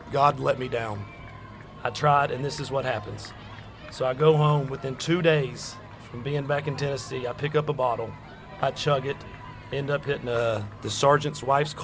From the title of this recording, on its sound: Live from the 2022 Miracle Hill Kids’ Ninja Challenge